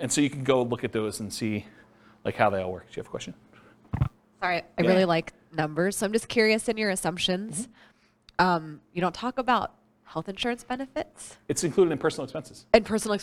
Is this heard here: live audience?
yes